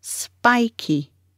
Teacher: Stress on the first syllable, spy. The second syllable is ki, spiky.